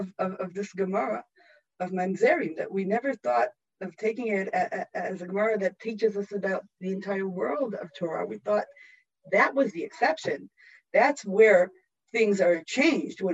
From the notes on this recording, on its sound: This audio was originally captured from Zoom. As part of Drisha's Spring Zman.